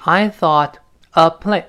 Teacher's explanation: I thought 和 a 连到一块儿，本来是 Ithought · Term: 连读